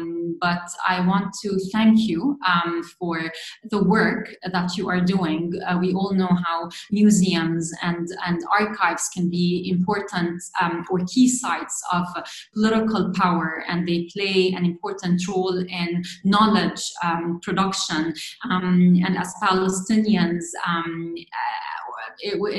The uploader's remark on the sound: The Institute of Palestine Studies as part of their webinar series. We thank them for allowing us to use the audio of this webinar.